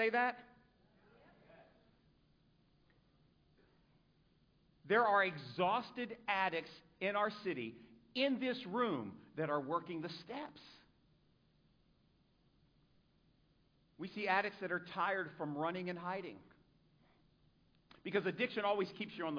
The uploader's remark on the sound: A sermon preached at Celebrate Recovery in Sarasota FL on 6-25-2023